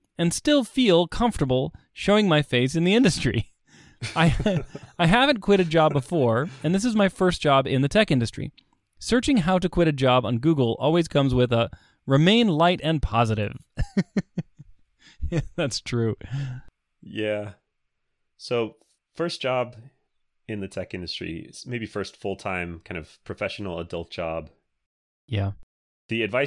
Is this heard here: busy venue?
no